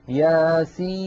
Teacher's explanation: سين مكسورة بعدها ياء ساكنة بعدها نون ساكنة · Term: مد لازم